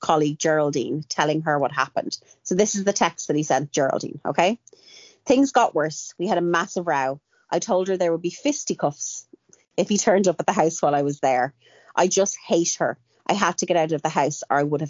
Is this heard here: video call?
yes